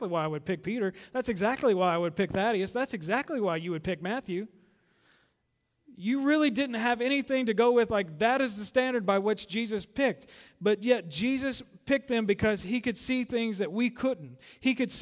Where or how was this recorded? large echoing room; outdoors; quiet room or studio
large echoing room